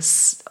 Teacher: Ich spreche es oben. Also die Zungenspitze ist, wenn ich das S spreche, S oben am Zahndamm